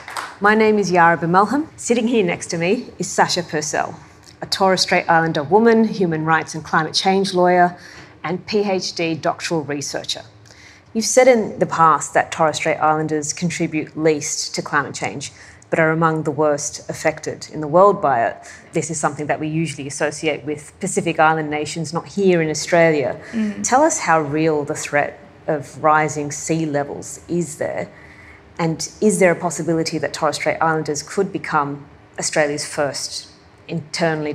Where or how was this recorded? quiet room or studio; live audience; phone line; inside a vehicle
live audience